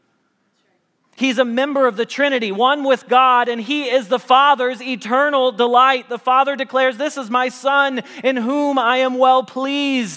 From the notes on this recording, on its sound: Message Preached at Valley Creek Church